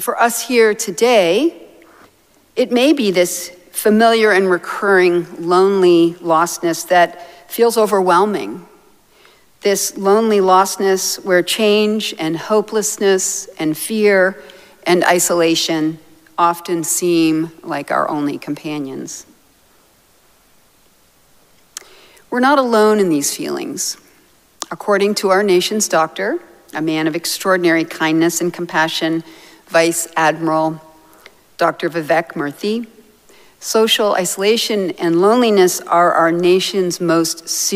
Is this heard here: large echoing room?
yes